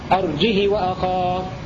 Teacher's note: خامسا قرأ ورش والكسائي بدون همزة مع كسر الهاء وصلتها بمقدار حركتين هكذا: أرجه وأخاه. سادسا روى قالون بدون همزة مع كسر الهاء من غير صلة